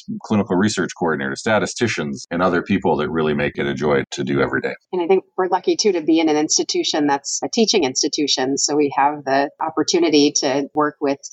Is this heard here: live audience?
no